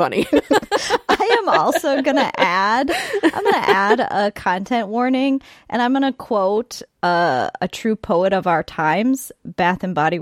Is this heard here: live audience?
no